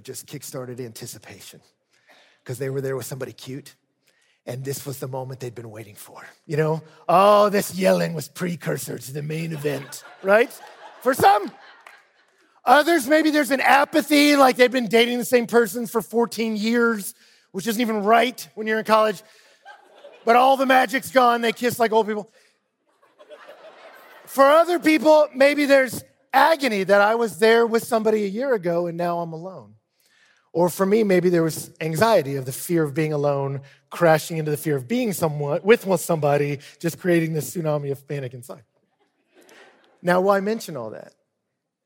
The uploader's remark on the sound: speaks at the ERLC National Conference